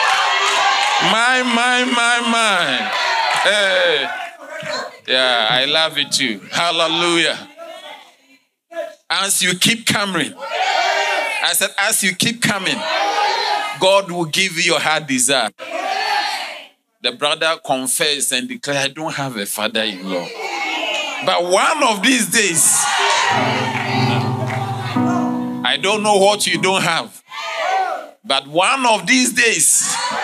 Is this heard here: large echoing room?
yes